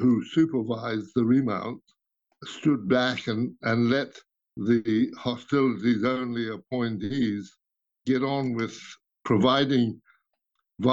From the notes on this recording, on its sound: Over an international Zoom call.